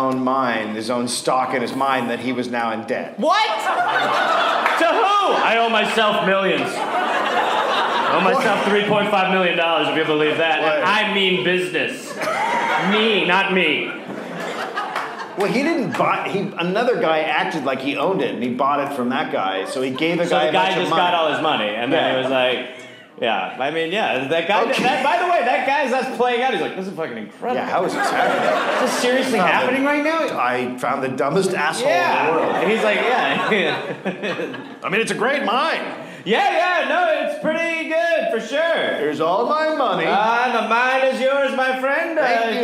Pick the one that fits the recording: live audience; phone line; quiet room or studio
live audience